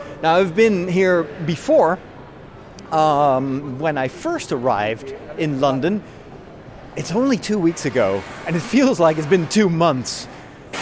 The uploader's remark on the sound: I walk from Leadenhall Market over the London Bridge to Borough Market